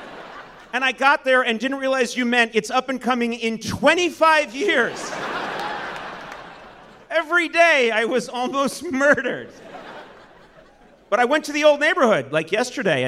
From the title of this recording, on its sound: Live at the Brooklyn Academy of Music